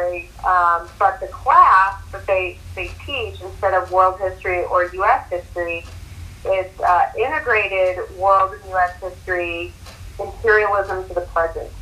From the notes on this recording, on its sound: This is a phone interview. A mic connection issue.